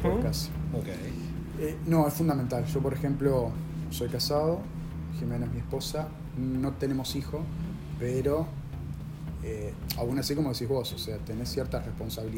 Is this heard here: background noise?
yes